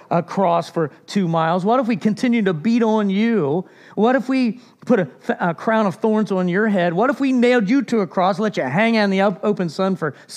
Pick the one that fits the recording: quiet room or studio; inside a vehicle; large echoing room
large echoing room